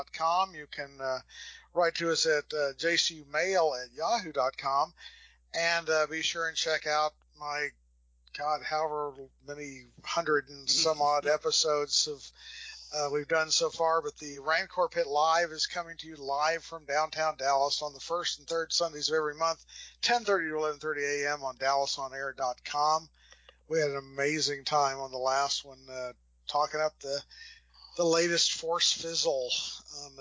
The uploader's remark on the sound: There are technical difficulties throughout.